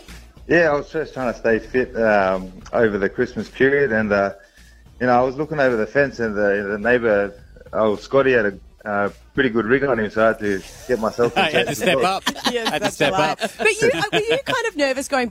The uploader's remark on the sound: LIVE From our Camp out! YO WE CAMPING Y'ALL.